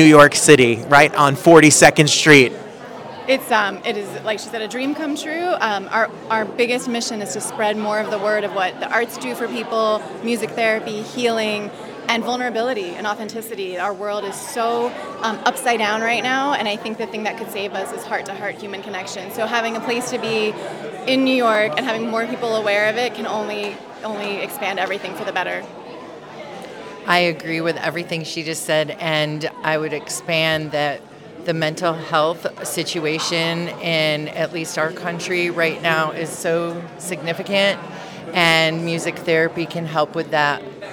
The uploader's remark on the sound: We were live on the red carpet for "20 Seconds" at the Signature